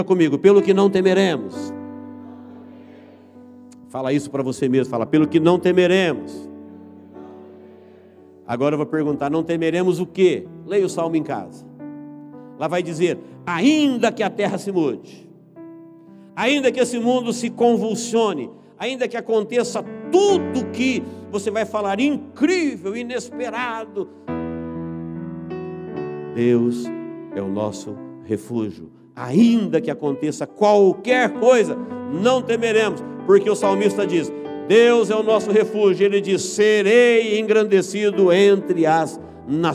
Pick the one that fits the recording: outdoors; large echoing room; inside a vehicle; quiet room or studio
large echoing room